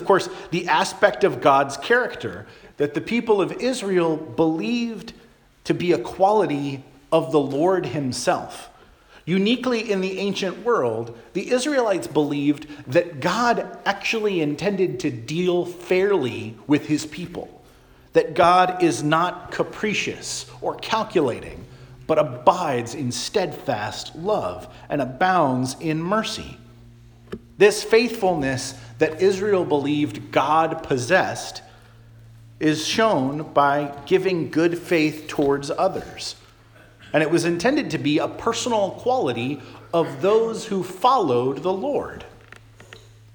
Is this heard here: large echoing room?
yes